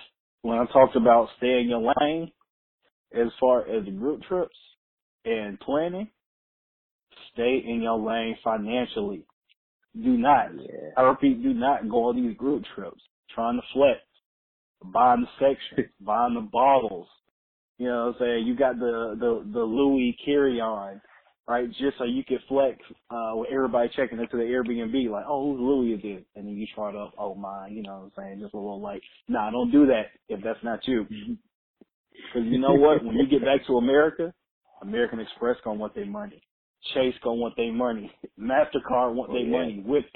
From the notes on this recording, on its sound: An extremely important phone call.